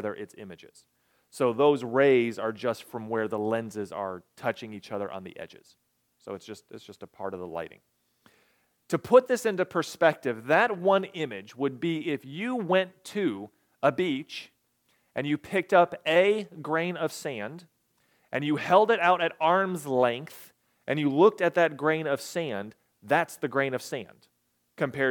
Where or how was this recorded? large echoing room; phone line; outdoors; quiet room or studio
large echoing room